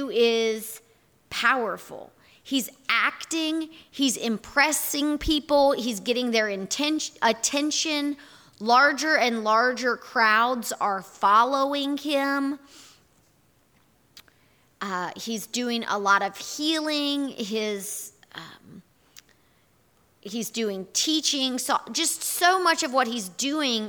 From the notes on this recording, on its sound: Here is our audio recording from this morning&#8217;s in-person worship service. Here is our audio recording from this morning’s in-person worship service.